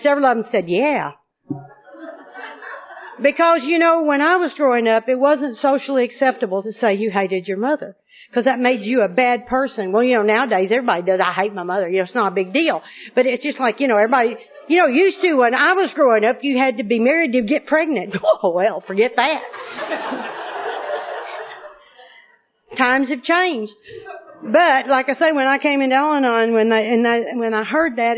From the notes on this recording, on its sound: is the Al-Anon speaker at the 2010 Arkansas State AA Conference